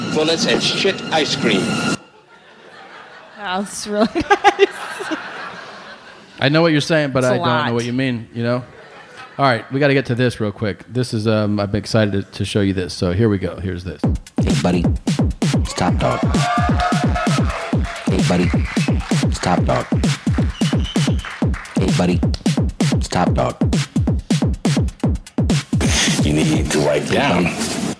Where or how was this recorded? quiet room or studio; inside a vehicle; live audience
live audience